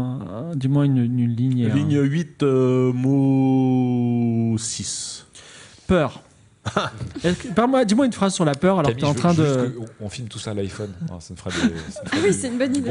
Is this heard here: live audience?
yes